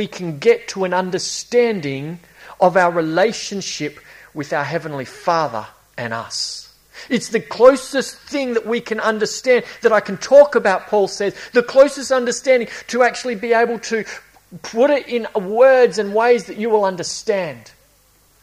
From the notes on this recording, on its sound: A series preached at Esperance Church of Christ.